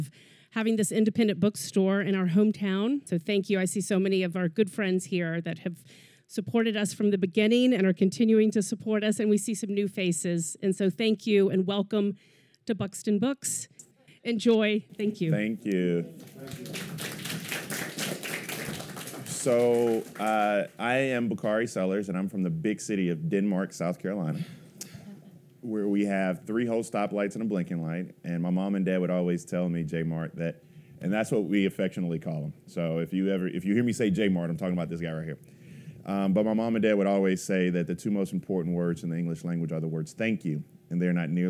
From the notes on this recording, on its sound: This episode debuts an occasional special series called "Live At…" wherein we record a live conversation at an independent bookstore. From Charleston, South Carolina, we bring you Live at Buxton Books.